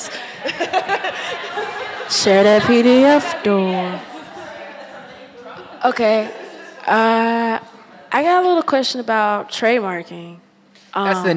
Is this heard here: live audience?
yes